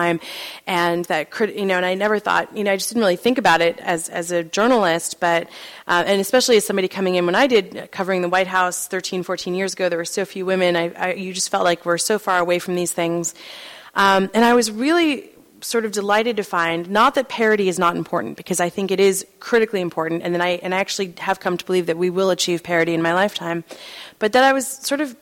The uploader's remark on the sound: at Town Hall Seattle